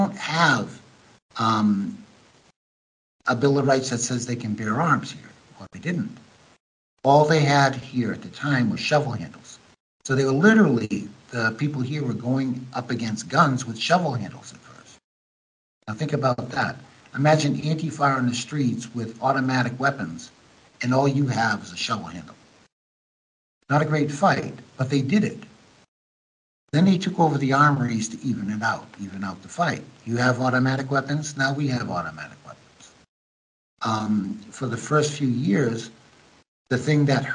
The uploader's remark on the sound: American Journalist in Ukraine Skypes Me